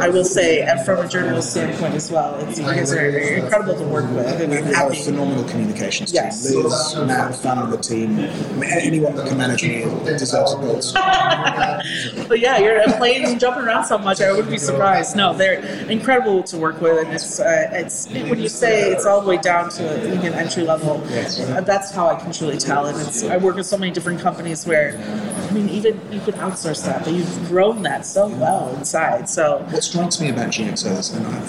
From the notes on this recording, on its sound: At supply chain tech conference Manifest in Las Vegas.